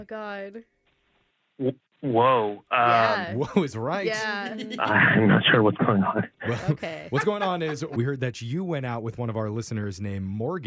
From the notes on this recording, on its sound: The woman on the phone today